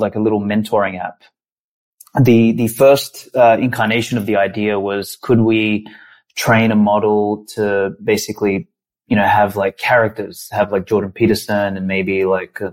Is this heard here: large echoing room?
no